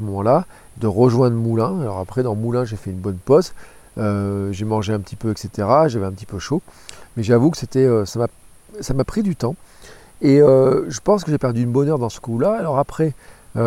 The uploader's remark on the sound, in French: Un épisode enregistré juste avant de dormir à la belle étoile à Chagny à côté de Nevers au bord du canal latéral de la Loire